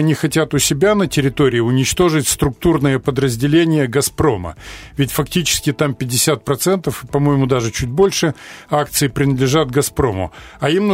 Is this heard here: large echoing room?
no